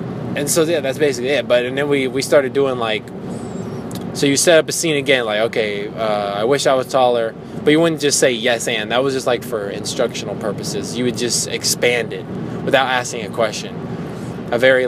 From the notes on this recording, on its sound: I talk in my car